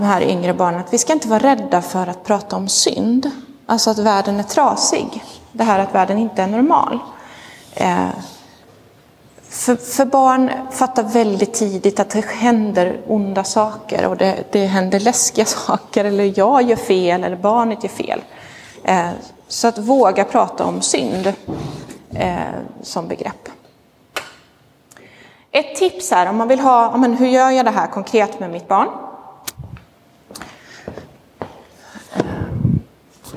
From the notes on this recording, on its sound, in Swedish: Inspelad i Roseniuskyrkan